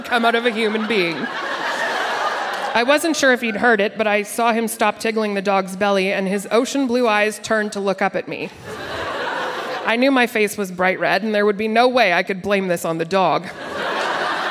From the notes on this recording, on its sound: Recorded live at the Arden Theatre in St.